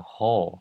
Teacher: 这个 wh 这个连在一起的时候，这个 w 是不会发音的，所以我们会念成 whole， the whole thing'sover。好，最后大家再来念一遍。 Reward yourself for getting through parts of